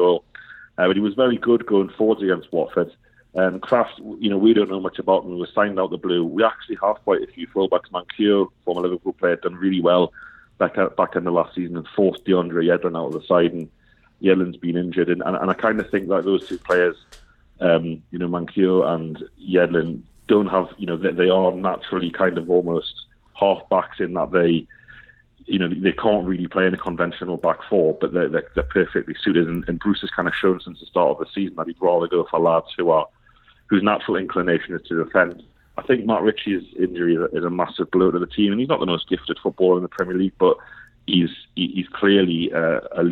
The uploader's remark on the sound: over the phone